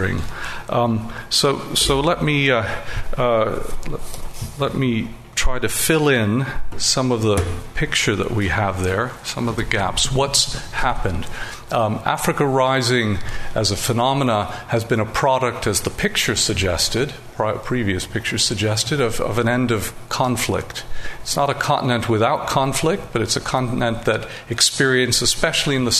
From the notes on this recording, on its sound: An audio recording of the proceedings of the LSE Cape Town Conference 2014